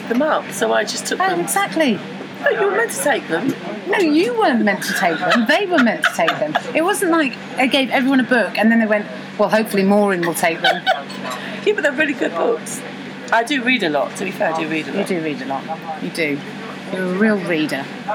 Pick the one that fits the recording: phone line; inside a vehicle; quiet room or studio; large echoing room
inside a vehicle